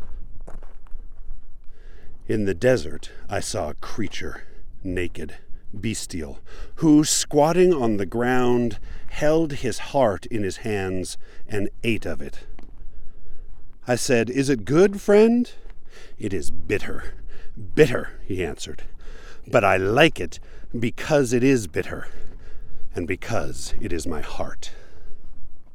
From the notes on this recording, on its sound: Recorded on West Mountain, just west of Spanish Fork, Utah. It was blustery and cold, but kind of weirdly beautiful regardless.